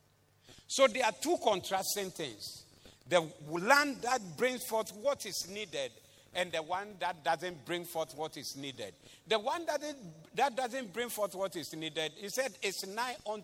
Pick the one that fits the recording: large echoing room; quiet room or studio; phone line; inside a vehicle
large echoing room